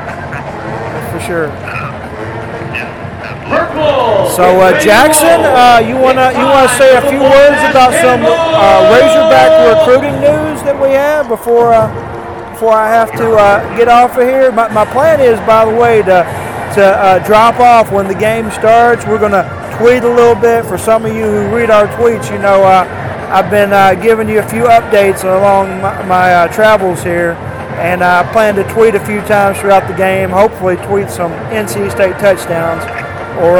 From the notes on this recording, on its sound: The Home Field Advantage Podcast hits the road for their annual road trip. Live from Camping World Stadium.